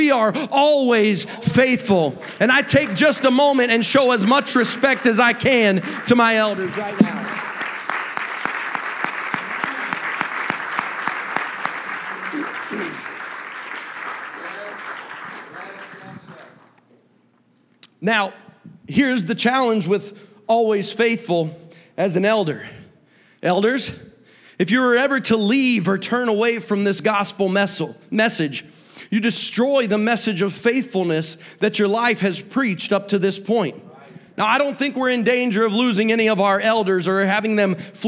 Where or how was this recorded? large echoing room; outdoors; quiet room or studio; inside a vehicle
large echoing room